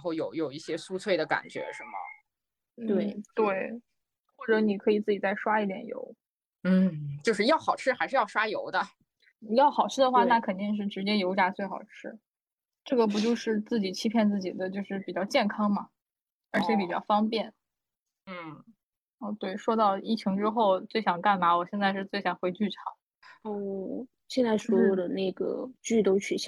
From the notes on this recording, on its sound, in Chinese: 这一期的早日退休播客是我们第二次线上录制，在居家办公的第三周。